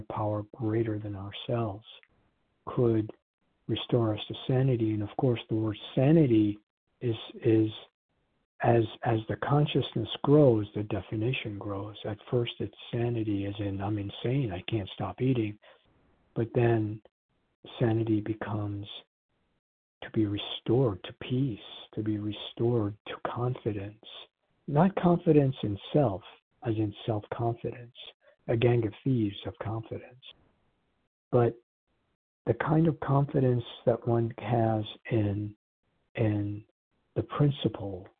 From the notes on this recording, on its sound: from the 100 Pounders Phone Meeting, 4/24/23